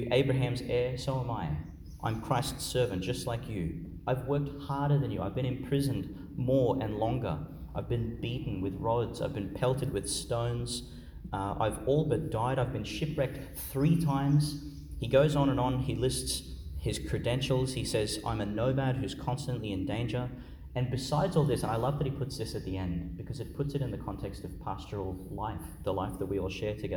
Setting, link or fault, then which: setting, large echoing room